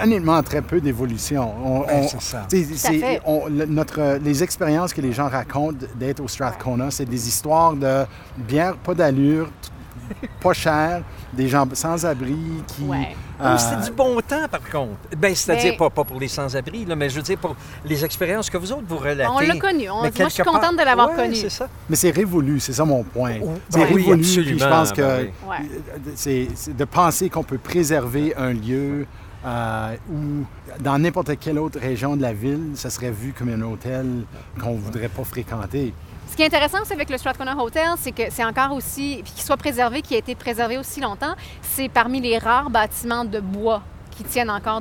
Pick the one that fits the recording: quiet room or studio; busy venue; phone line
busy venue